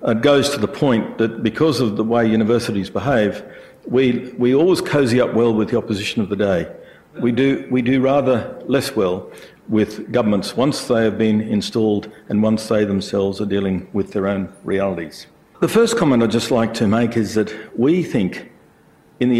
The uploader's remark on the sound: IFE Grand Challenge Lecture, recorded 11 August 2017 at QUT